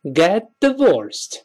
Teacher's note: 大家注意那个 get divorced 那个 t 中间 get 那个 t 还是失去爆破了